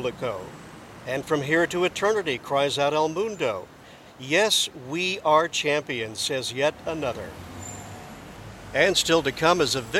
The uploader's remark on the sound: Madrid World Cup Celebration for Deutsche Welle by Soundrich.